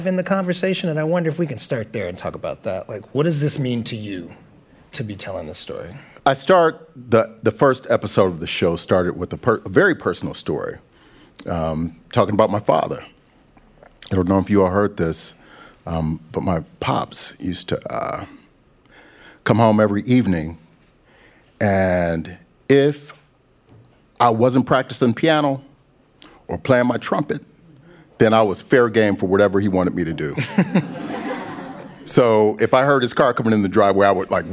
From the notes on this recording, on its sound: Live from The Greene Space stage. We’re bringing you a portion of this event.